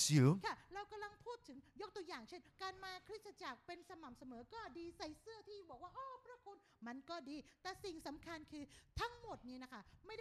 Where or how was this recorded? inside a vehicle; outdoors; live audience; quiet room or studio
live audience